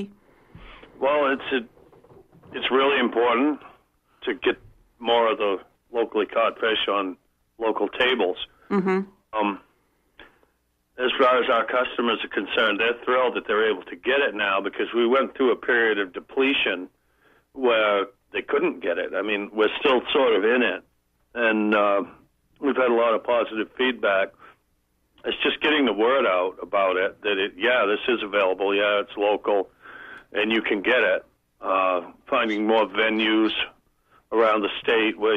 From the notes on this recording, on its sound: Call in show. WERU 89.9 FM Blue Hill, Maine.